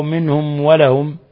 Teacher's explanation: ميم ساكنة جاء بعدها الواو منهم ولهم إظهار شفوي